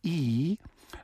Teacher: And so we're really blending these pitches so that, practically speaking, if I say E, I've actually made the mouth resonator very small by pushing my tongue forward and lifting the back of it, E.